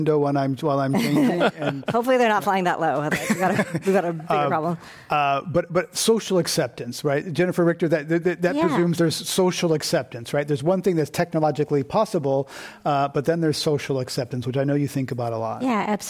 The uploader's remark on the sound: This program was recorded in front of a live audience at The Commonwealth Club of California in San Francisco on August 20th, 2019.